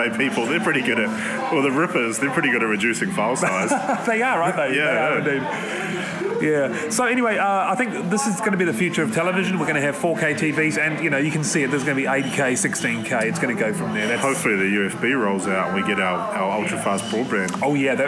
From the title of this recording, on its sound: Live from the Southern Cross Bar